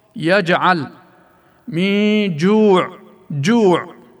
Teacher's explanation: فالجيم تخرج في حالة احتكاك وسط اللسان بسقف الفك الأعلى بشدة خفيفة، ويقال عن لفظها في هذا الشكل التعطيش، أي لا يستعمل لعاب الفم بها بحيث تكون عطشة وجافة.